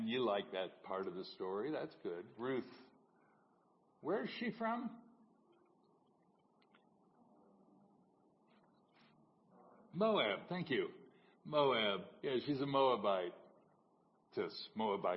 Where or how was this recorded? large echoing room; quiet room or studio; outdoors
large echoing room